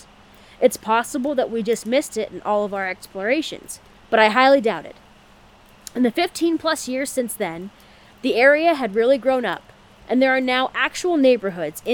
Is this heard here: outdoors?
yes